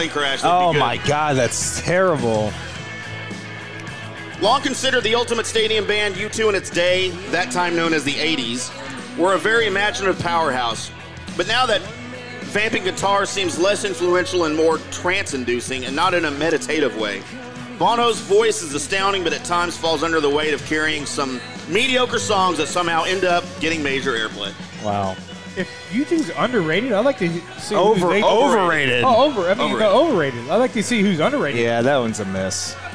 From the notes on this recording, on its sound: LIVE at Barrel & Bones in The Colony